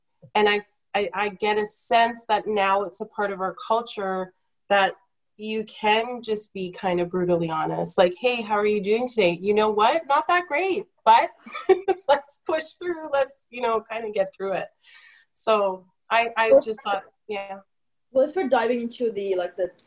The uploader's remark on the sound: Editing our zoom podcast.